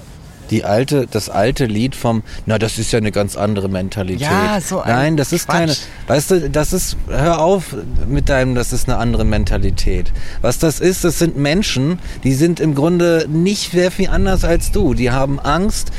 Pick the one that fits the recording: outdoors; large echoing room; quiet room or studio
outdoors